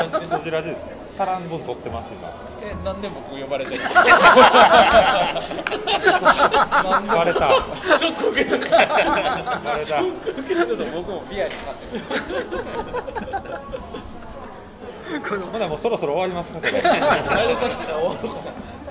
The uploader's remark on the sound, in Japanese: 特別編：FRAT3会場より。今回は特別編として、FRAT3の会場での収録の模様をお届けします。